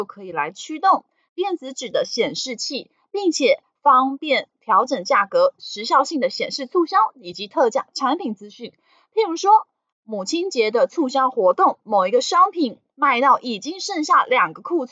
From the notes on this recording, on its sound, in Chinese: 本集有些許雜音，已亟力避免，如有察覺請多多包涵。